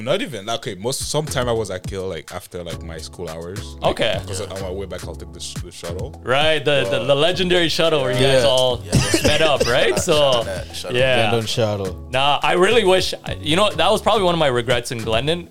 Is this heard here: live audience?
no